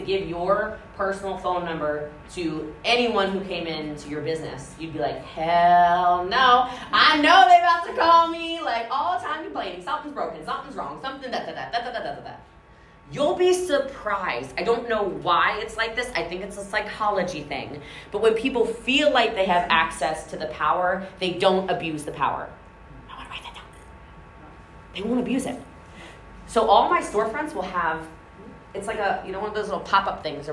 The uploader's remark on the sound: This episode is recording from a keynote speech I gave in Newport Beach California about culture and scaling your business.